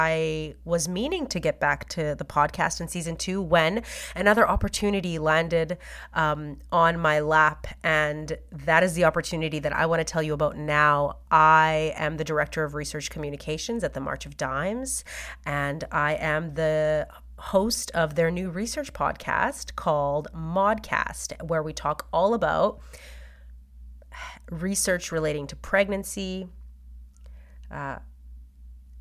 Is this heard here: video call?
no